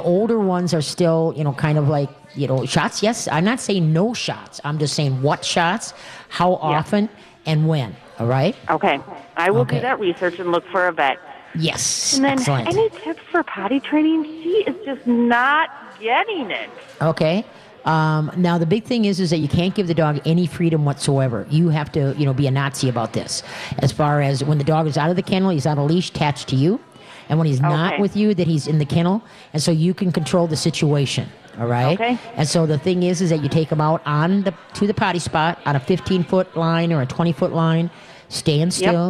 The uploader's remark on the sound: We are LIVE from the New Chuck and Don's in West St.